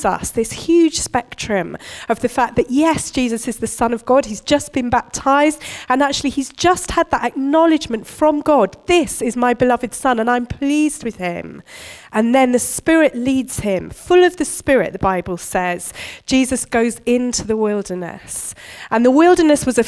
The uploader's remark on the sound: Recorded at Bournville gathering